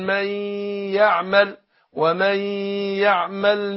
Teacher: النون بتروح في الياء بحيث إن أنا بنطق الياء مشددة